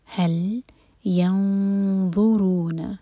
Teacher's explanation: ذو کے لیے ہماری زبان اوپر والے دانتوں کو ٹچ کرے گی، پیچھے سے زبان اٹھائیں گے اور منہ بھر کر پڑھیں گے